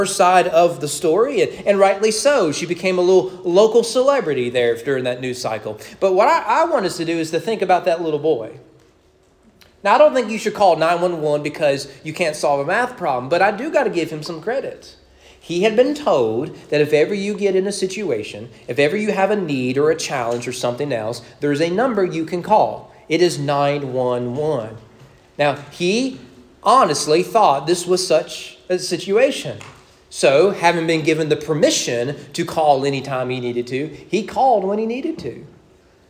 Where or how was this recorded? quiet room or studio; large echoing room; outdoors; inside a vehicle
large echoing room